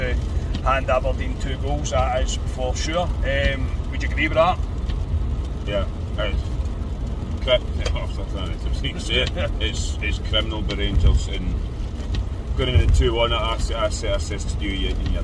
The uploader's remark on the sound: Our reaction from the car after Rangers drop more points at home.